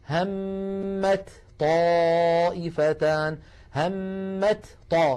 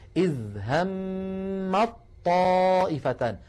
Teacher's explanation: يحولون التاء إلى طاء فيلتقي طاءان، الأولى ساكنة والثانية متحركة، فيدغمون الأولى في الثانية · Shown in: second take · فيقولون إذ همت طائفتان. · Term: الإدغام